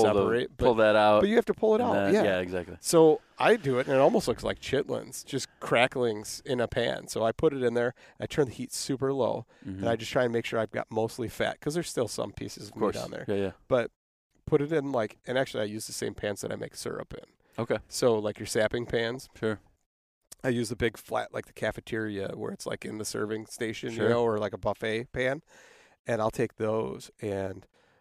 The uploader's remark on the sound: We sat in a park at a picnic table